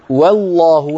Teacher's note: لما نقول والله نرقق الواو ونفخم اللام